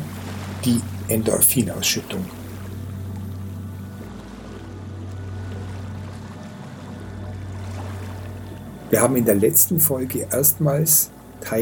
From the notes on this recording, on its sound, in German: In dieser Folge hörst du eine Aufnahme, die ich an einem kleinen verfallenen Shiva Tempel am Hooghly River gemacht. Die hochwertige Audio-Aufnahmen, die ich hier in Indien gemacht habe umfasst das volle hörbare Klangspektrum.